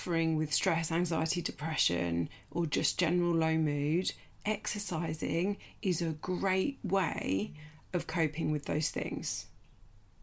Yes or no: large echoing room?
no